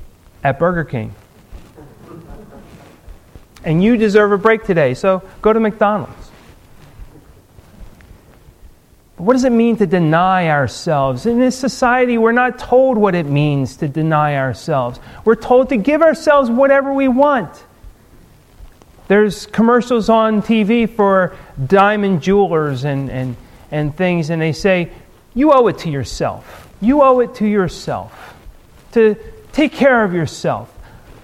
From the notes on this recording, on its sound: Recorded at Ebenezer UMC on March 1, 2015